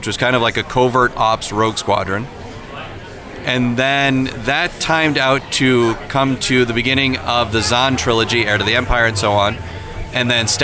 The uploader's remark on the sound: Live from LincCon 2018. The guys returned to Merrill, WI for the annual LincCon event, and this time they brought the microphones!